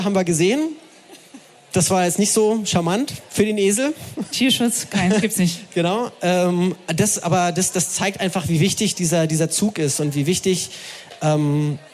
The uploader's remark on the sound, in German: Live vom Hear&Now Podcastfestival. Denn wir waren zu Gast auf dem Hear&Now Podcast Festival!